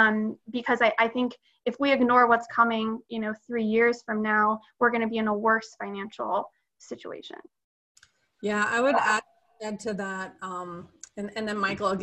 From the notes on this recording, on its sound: Webinar recorded on June 10, 2020